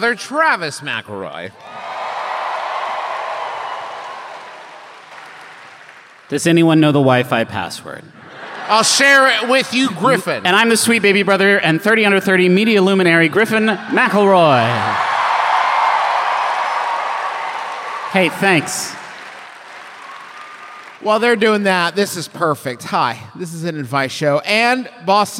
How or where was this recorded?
live audience